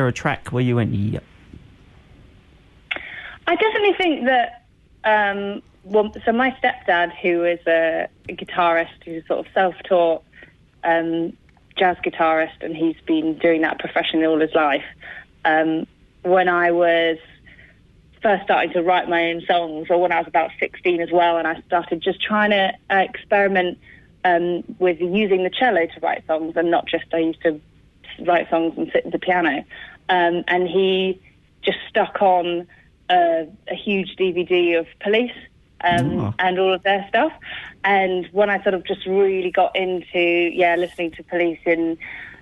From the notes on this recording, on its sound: LIVE on the phone